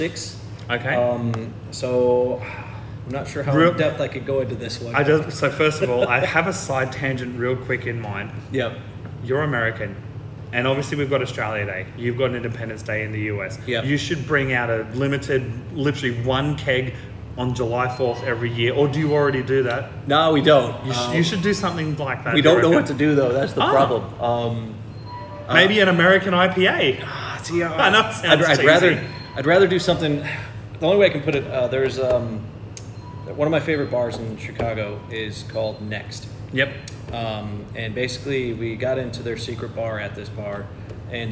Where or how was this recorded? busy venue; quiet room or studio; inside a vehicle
busy venue